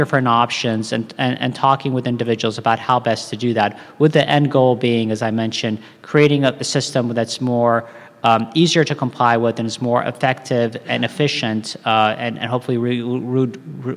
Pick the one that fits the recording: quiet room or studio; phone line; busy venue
busy venue